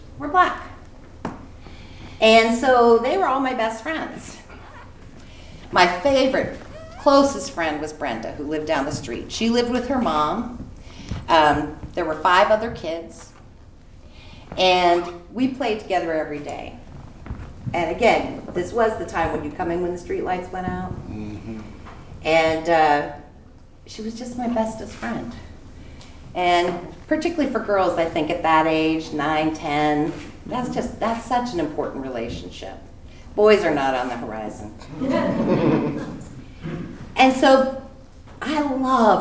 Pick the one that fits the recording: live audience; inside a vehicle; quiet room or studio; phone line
live audience